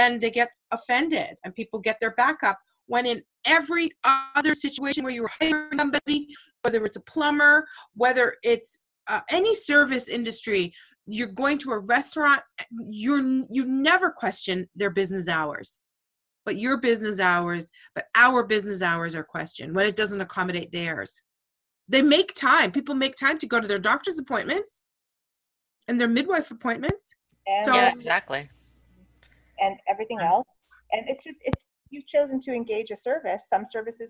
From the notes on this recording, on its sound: During a snow storm The Doulas got together in a zoom meeting and talked about so so many things.